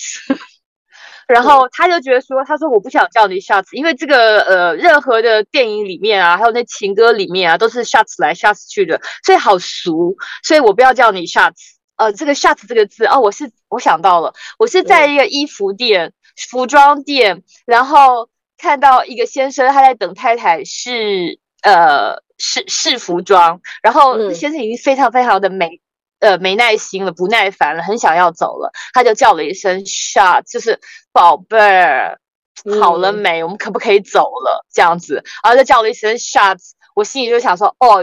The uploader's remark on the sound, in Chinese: 在台灣國父紀念館的停車場，窗外是黑漆漆的夜晚，兩人居然都關在車子裡錄音。